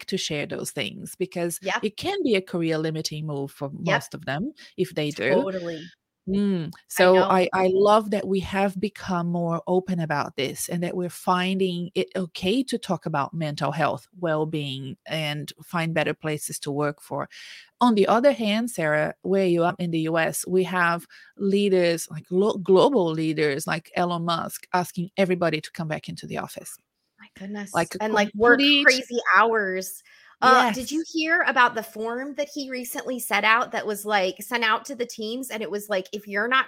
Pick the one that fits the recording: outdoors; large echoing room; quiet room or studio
quiet room or studio